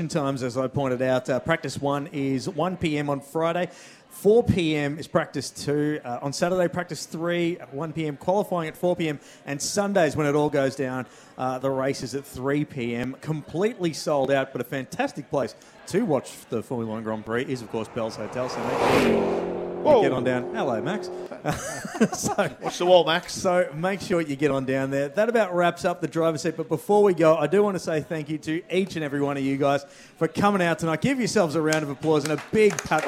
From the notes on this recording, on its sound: We are live from Bells Hotel in the heart of South Melbourne a stones throw away from the AGP circuit.